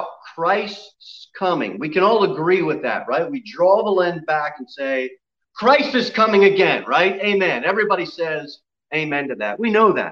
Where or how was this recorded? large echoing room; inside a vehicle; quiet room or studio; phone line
large echoing room